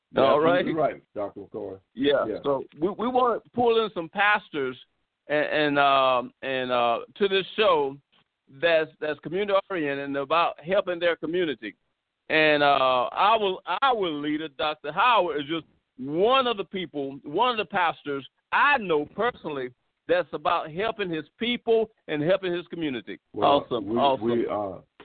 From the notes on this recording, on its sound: NABD Live Conference Call